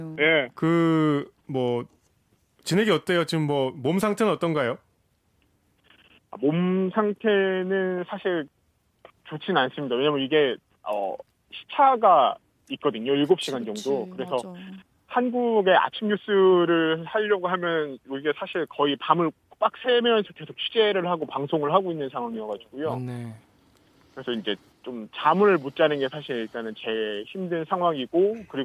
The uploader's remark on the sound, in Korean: 헝가리 현지. 기자와 전화연결!